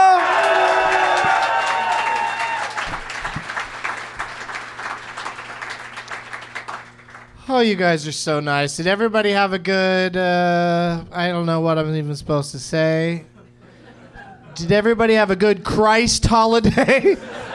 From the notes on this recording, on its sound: Live at the American Comedy Co. In San Diego.